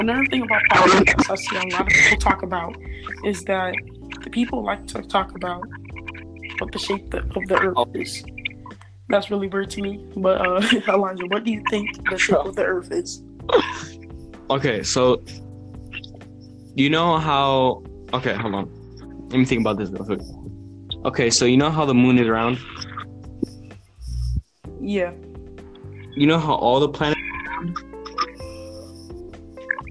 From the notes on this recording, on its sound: Sorry if there is a lot of glitchy noises in the background